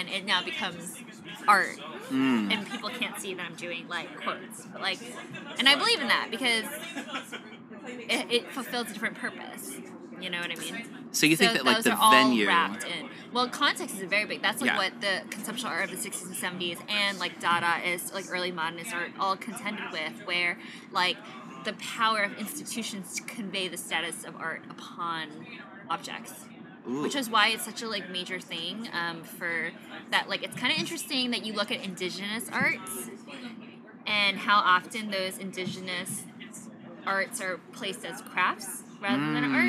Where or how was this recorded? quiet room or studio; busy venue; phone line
busy venue